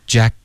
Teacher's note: Jack 的这个结尾呢，舌尖顶上颚，封住气流，而不是导致鼻音